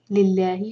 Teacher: لام جلالہ یہاں پر لائٹ پڑھیں گے